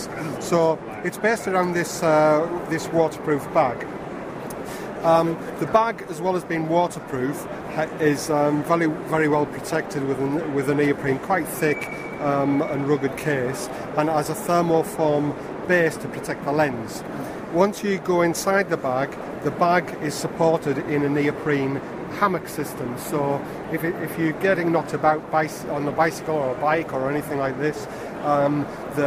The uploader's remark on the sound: Live recordings from The Photography Show 2016. I recorded a number of conversions whilst there.